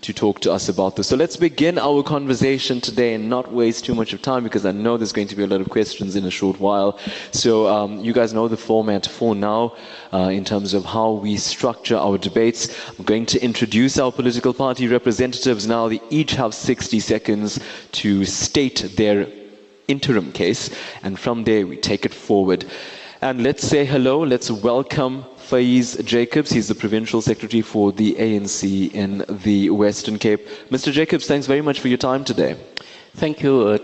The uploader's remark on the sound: Newsbreak's Election Roadshow stops in Cape Town. The Newsbreak Election Debate Roadshow headed to Cape Town this past weekend. The team broadcasted live from the Siva Aalyam Temple Hall in Rylands.